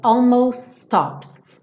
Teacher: eu tiro o T final do almost e junto os S's